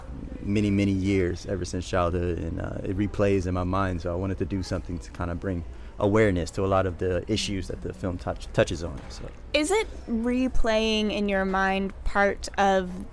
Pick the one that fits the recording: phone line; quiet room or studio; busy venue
busy venue